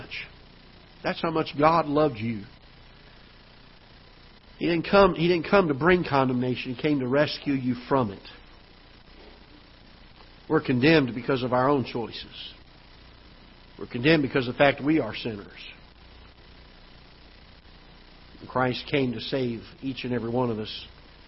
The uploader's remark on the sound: Ketha Heights Baptist Church ~ Live Broadcast